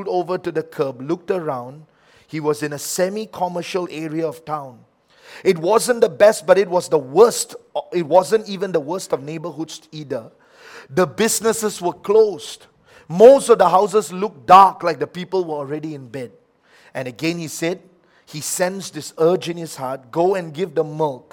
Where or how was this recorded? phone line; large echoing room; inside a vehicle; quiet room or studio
large echoing room